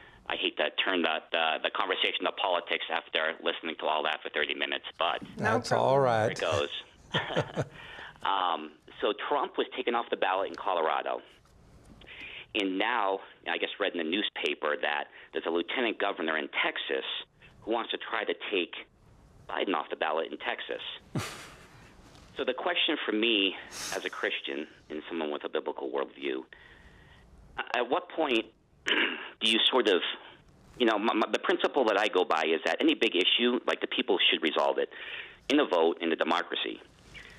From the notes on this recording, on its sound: The Truth & Liberty Live Call-In Show.